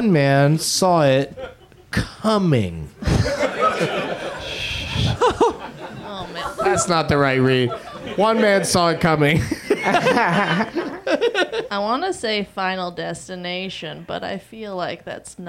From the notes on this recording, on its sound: Live from the UCB Franklin